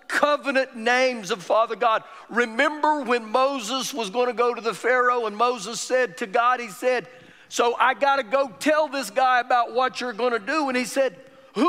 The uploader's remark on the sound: Recorded live during our Wednesday night service